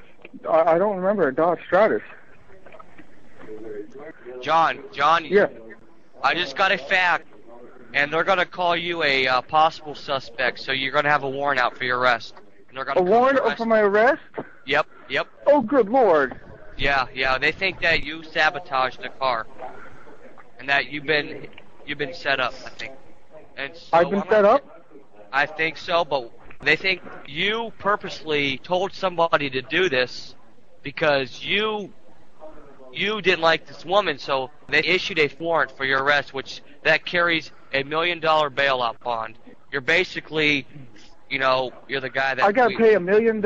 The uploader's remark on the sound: RBCP's Personal Prank Phone Calls Collection